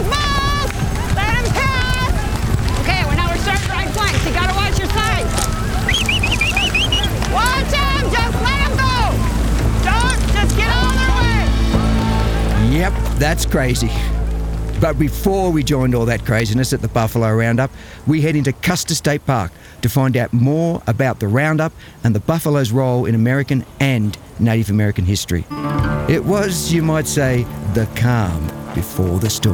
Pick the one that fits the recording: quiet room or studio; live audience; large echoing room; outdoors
outdoors